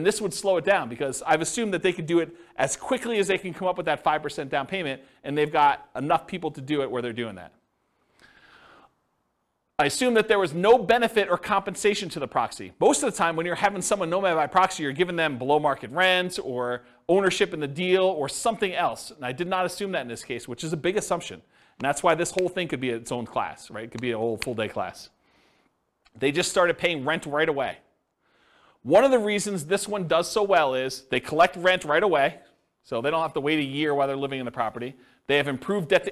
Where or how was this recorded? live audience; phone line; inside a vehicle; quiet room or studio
live audience